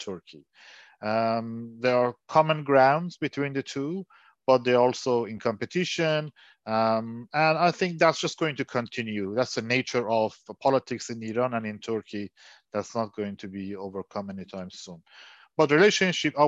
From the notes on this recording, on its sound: This public talk was conducted online via Zoom.